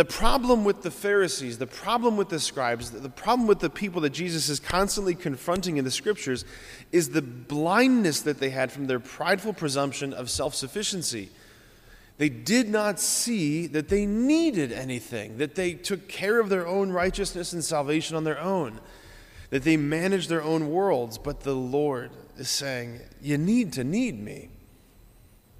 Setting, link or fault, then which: setting, large echoing room